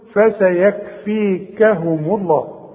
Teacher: ومدام الميم مضمومة يبقى لفظ الجلالة ايه مفخم